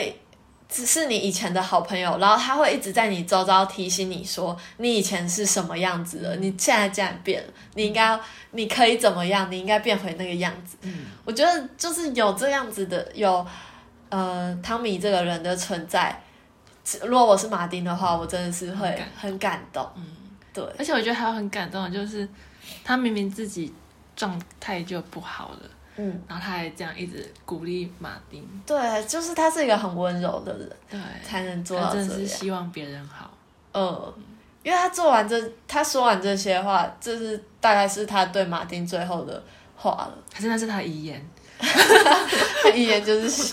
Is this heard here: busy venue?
no